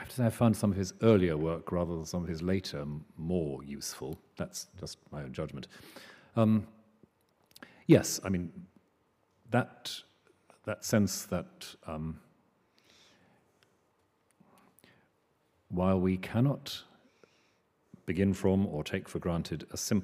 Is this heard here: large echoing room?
yes